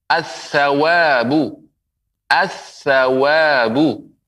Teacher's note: Alif lam melebur ke huruf sa.